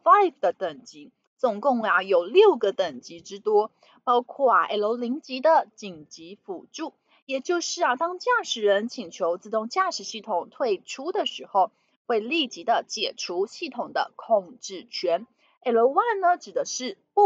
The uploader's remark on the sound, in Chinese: 本集有些許雜音，已亟力避免，如有察覺請多多包涵。